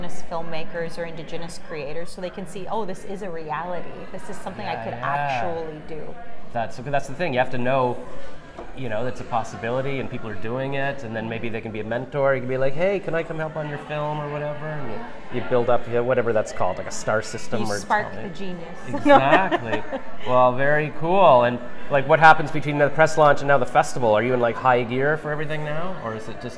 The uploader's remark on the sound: at their press launch (Sep 15, 2023) during #TIFF23